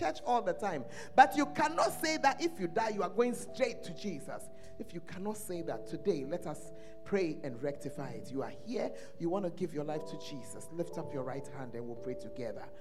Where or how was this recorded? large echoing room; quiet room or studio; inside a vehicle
large echoing room